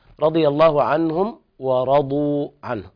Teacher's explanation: الصواب إظهار الميم إظهارا شديدا يعني مع العناية في الإظهار عند الواو والفاء